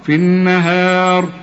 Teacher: في النا والهي في عموم القرآن مرققة، فما تقولش النهار، والمد بتاعت الهاء برضو مرققة، في النهار الراء بس هي اللي هنفخمها